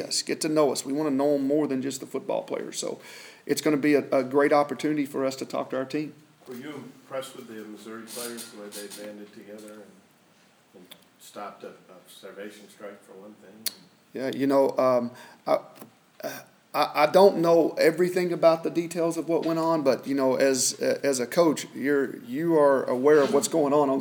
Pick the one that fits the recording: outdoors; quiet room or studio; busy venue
busy venue